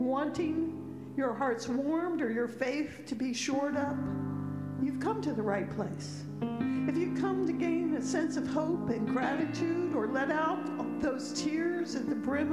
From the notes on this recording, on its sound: Pender UMC Contemporary Worship Easter Sunday April 9, 2023 at 11:15 am